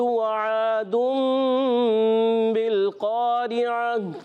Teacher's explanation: اقلاب کی کہنا ہے بدلنا، نون ساکن تنوین کو میم سے بدل کر پڑھتے ہیں · Term: اقلاب کا قاعدہ